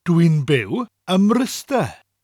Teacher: We run the two M's together, the M at the end of and the M at the beginning of Mryste.